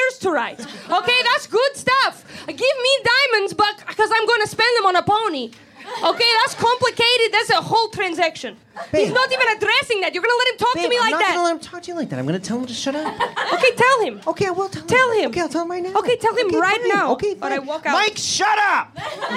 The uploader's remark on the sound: LIVE from Comedy Bar in Toronto! A live episode from Comedy Bar in Toronto, Canada as part of the legendary Laugh Sabbath series.